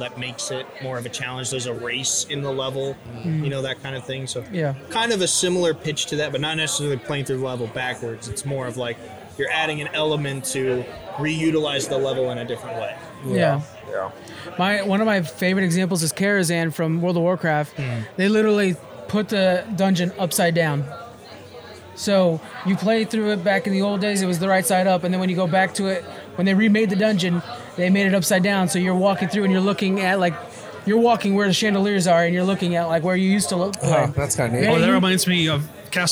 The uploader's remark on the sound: Live at Capital Creative Showcase 2023